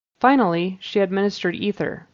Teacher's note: It should be E, long E, and a soft TH.